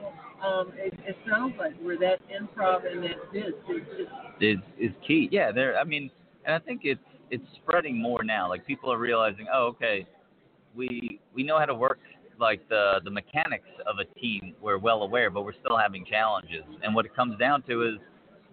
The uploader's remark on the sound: LIVE #BBCCon Las Vegas